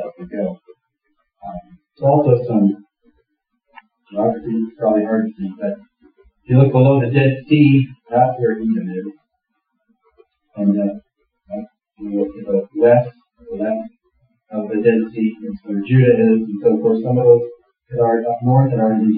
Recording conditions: poor sound quality